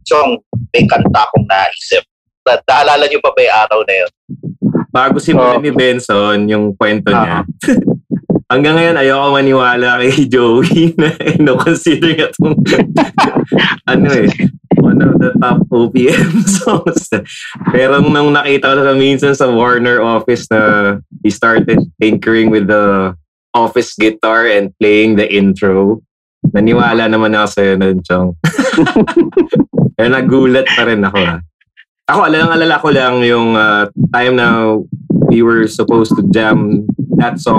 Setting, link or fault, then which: link, video call